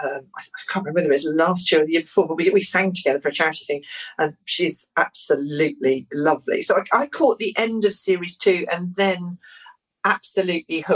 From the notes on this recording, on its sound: Recorded this podcast remotely via Zoom.